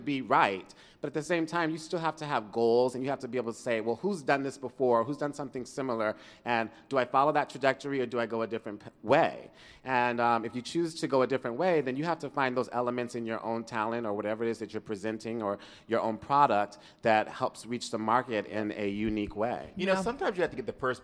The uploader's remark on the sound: Live studio audience show. At the Capital One Cafe in Chinatown for the big event.